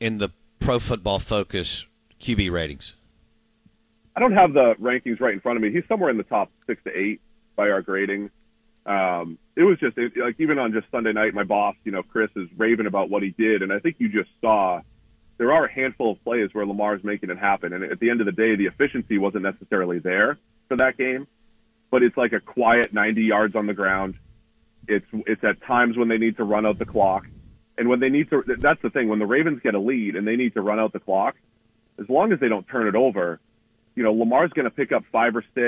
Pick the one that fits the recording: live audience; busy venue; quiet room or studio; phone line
phone line